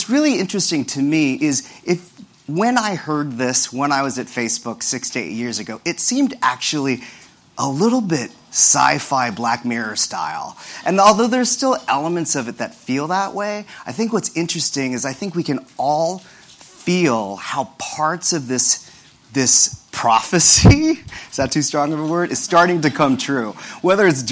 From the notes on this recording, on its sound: This discussion took place during #ProductCon NYC 2018, the biggest product management conference in the world!